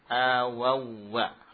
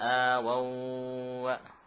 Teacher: Wawu dalam wawu, bukan atau tidak disertai dengan gunnah. · Shown in: first take